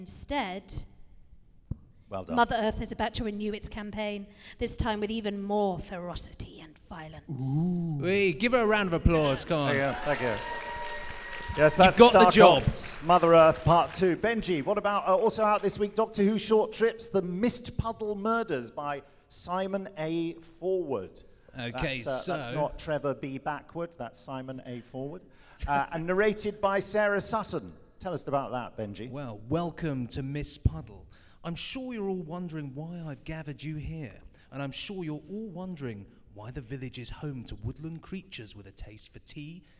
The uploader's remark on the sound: Are in attendance at the Chicago TARDIS convention. Join them on stage for this 'recorded-as-live' podcast.